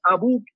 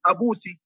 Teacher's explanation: يبدلون من الكاف سينا في خطاب المؤنث · Shown in: second take · Term: الكسكسة